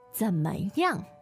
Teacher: Third, neutral, and fourth.